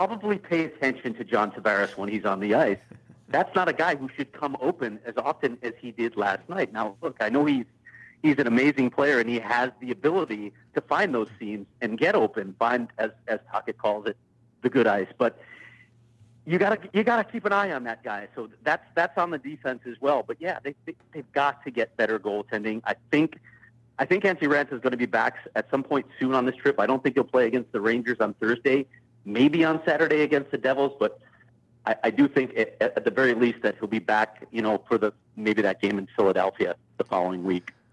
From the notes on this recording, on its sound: Is on location, but he calls.